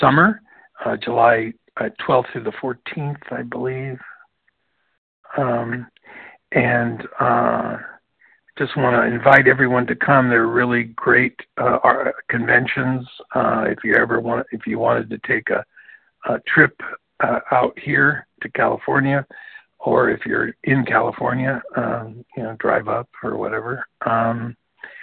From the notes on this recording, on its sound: from the 100 Pounders Phone Meeting, 12/9/23.